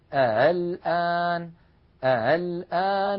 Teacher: تغيرت همزة الوصل فصارت مسهلة، وعلامتها كما ترون على الشاشة فوق الألف نضع دائرة مصمتة سوداء تدل على أن الهمزة مسهلة، ويكون النطق هكذا الآن الآن.